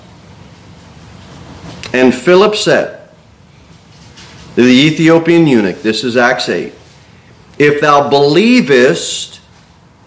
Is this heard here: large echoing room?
yes